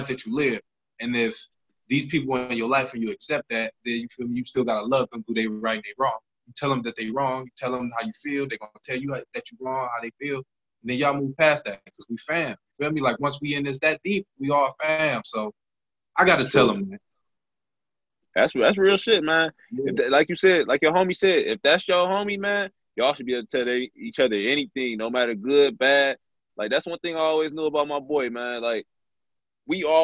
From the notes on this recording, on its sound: sit down on zoom